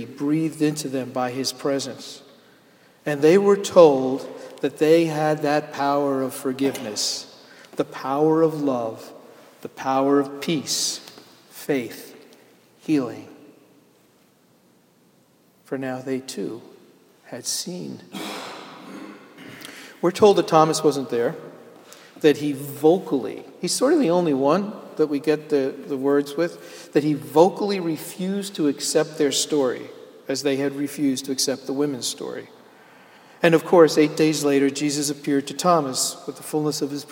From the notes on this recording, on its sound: Sermon delivered at Jan Hus Presbyterian Church and Neighborhood House April 15, 2012